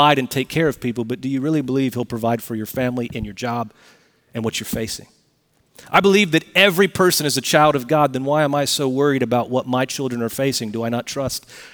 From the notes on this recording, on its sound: Recorded Live at Brookwood Church on 11.05.2023